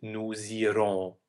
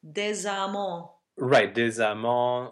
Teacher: When an S, a silent S, triggers a liaison, it becomes a voiced S. So a Z. And not an unvoiced.